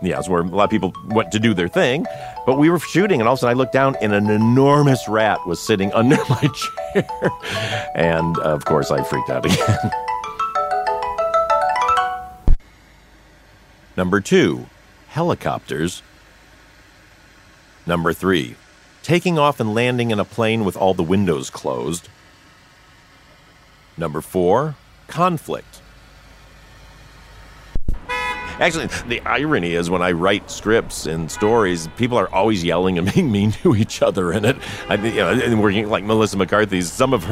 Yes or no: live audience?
no